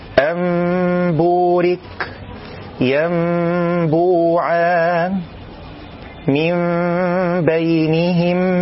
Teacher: الحكم الثالث من أحكام النون الساكنة والتنوين هو الإقلاب، وهو في اللغة تحويل الشيء عن وجهه، ومعناه في الاصطلاح قلب النون الساكنة والتنوين ميما مع الإخفاء والغنة